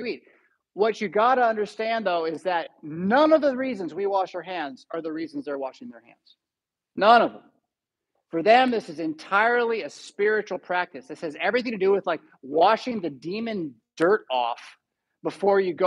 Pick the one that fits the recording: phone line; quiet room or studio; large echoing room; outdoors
large echoing room